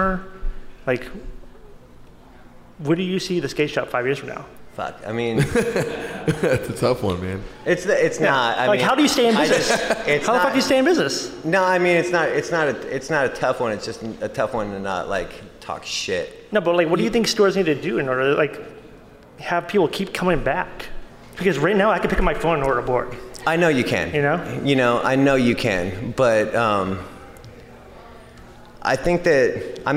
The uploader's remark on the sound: Adidas "Das Days" Los Angeles. We were live on location at Adidas Skateboarding Das Days! Thanks to everyone who came out to watch the live show!!